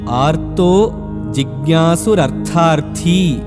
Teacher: the first Tha in Artho is Alpaprana, and in the word Artharthi, both the Thakaras are Mahapranas